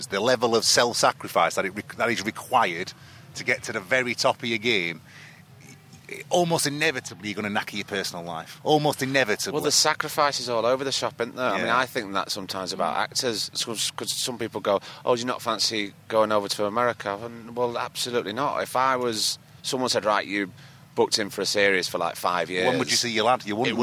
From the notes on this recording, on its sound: We went up to the beautiful Lowther deer park, got our culturally appropriative head-dresses on and recorded two banging episodes. This is a chat from down at the lakeside bar at Kendal Calling festival (forgive the distant drums).